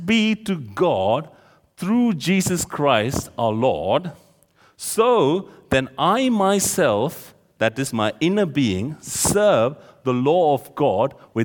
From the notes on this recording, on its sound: This sermon was recorded on Sunday 15th October 2023 at our Great Denham venue.